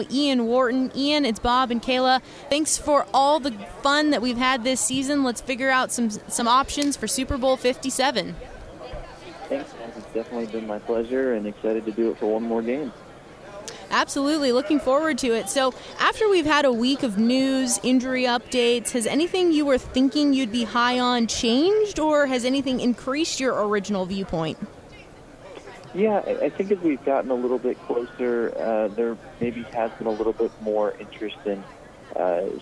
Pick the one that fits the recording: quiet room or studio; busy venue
busy venue